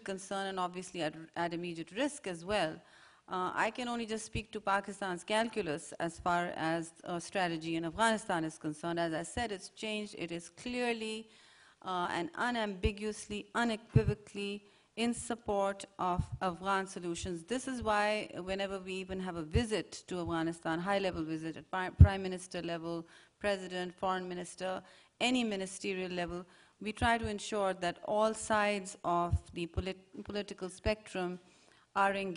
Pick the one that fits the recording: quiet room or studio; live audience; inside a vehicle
live audience